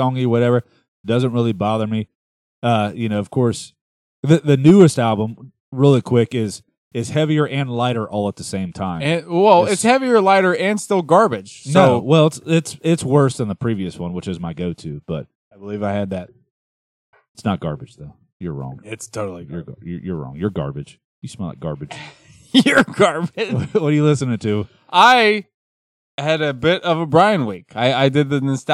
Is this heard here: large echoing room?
no